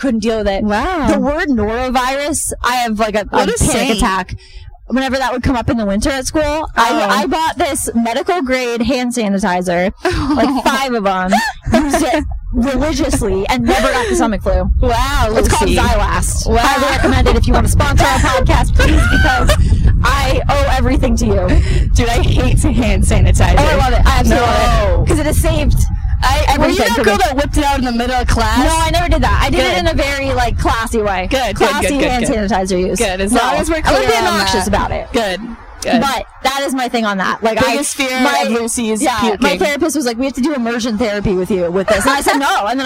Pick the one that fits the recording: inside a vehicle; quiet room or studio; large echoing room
inside a vehicle